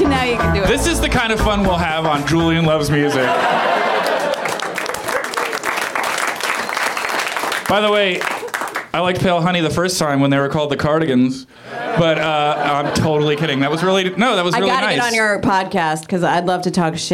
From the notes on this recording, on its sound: Back at the UCB Theatre in LA.